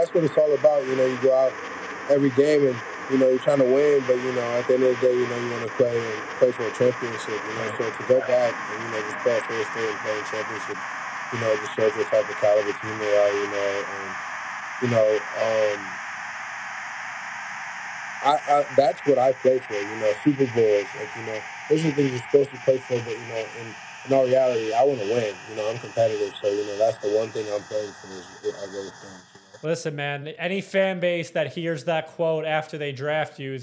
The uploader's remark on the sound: Please bare with us on the audio issues we tried our best.